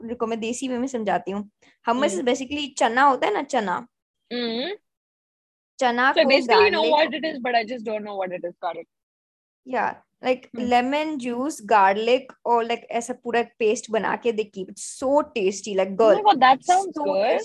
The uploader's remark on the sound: Car version